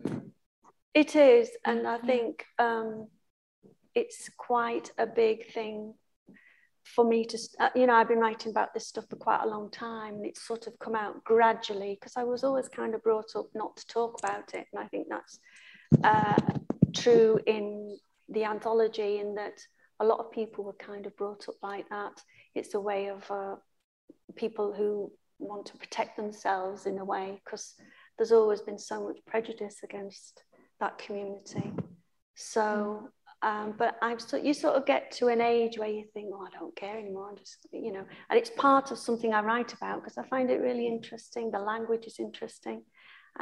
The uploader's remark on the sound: The main recording failed for this event so we have used the audio from Zoom instead - apologies for the lower audio quality